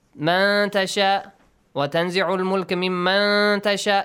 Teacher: One إِخْفَى rule. Hide the sound of نُون in all of them. Okay, produce a nasal sound. Two counts.